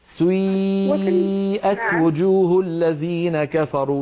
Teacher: سيئة تبدأين بضمة ثم تتبعينها بكسرة بعدها ياء خالصة · Term: الإشمال